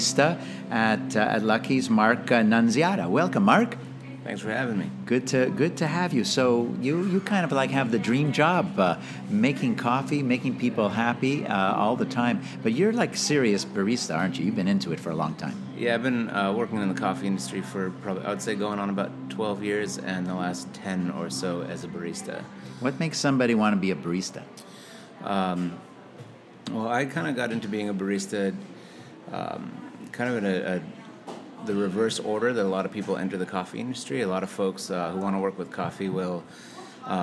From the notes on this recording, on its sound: we took a road trip and recorded the episode right at Lucky’s.